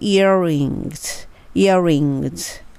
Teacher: ear r をしっかり聞かせる